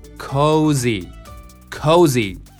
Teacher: このおのところがおうっていう二重母音であることをねしっかり意識してください。あとまあ G じゃなくってずに小さいいっていうのかな、 Z だね、Z。